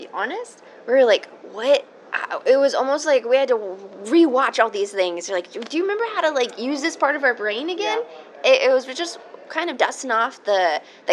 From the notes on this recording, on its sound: SDCC 2023 Interview. Enjoy the ambient background noise that is San Diego Comic Con!